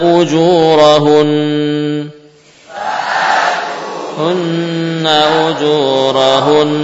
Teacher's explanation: Nah, dengan gunnah yang panjang, Nah, ini menunjukkan bahwa huruf nun atau mimnya musyaddadah bertasydid, ya, sehingga tidak diperlukan tadi, ya, semacam nabr tidak diperlukan. Insyaallah dengan gunnah yang panjang sudah tampak huruf nun atau mimnya musyaddadah.